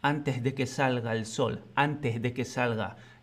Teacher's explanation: No llega a pronunciar la S, sino que tiene una especie de H aspirada entre medio, si acaso. Muchas veces ni eso, antes de que salga el sol.